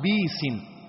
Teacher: وكذلك قرأ كلمة بئيس، قرأها بيس في سورة الأعراف، لم يقرأها بالهمز، قرأ بالتسهيل بالتخفيف، والمراد بالتسهيل هنا إسقاط الهمز، إسقاط الهمز مع حركتها، وصارت الباء مكسورة فقرأها بيس